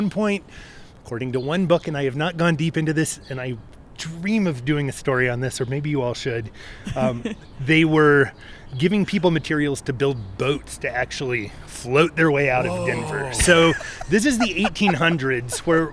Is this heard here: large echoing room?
no